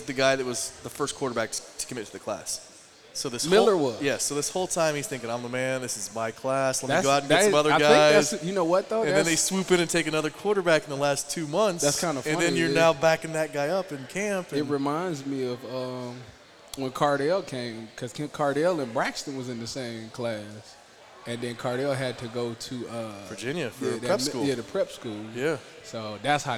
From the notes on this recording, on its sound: Another live Friday night recording from Buffalo Wild Wings, the official sports bar of Eleven Warriors.